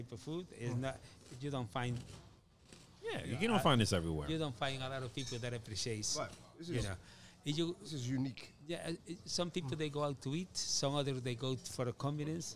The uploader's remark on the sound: Table side chat. This podcast was recorded live at Ibizia Kitchen in Chappaqua, NY .